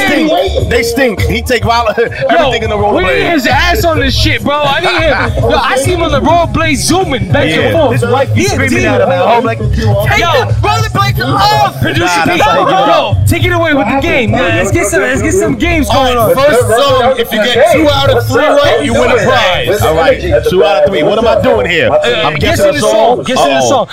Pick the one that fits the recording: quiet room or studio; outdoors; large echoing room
outdoors